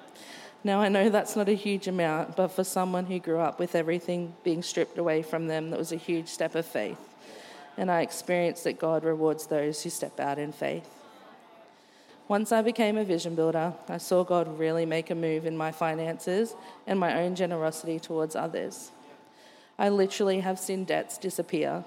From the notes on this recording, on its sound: Recorded during our 9am service on Sunday, the 11th of June 2023